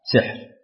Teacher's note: قرأ حمزة والكسائي لفظ ساحر بكسر السين وسكون الحاء